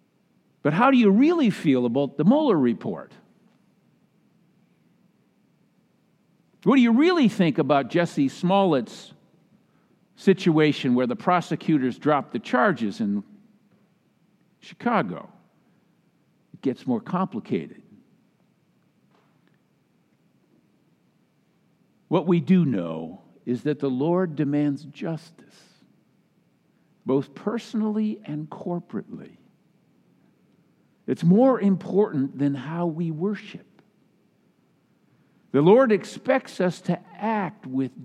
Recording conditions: large echoing room